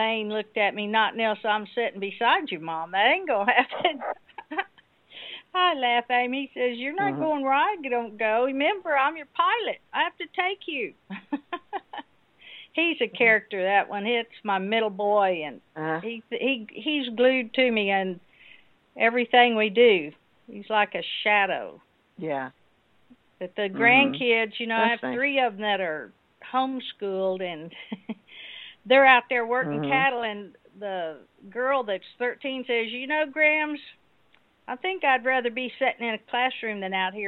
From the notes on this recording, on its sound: TNT Dinar Conference Call. Below is what happens on the open mic TNT conference call. We have thousands of listeners connected. Audio checks.